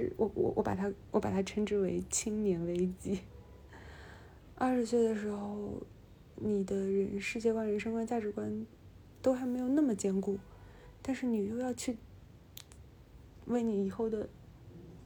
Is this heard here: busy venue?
no